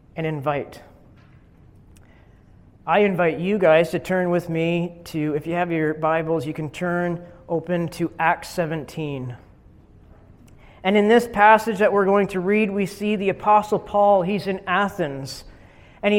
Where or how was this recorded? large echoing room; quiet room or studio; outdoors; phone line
large echoing room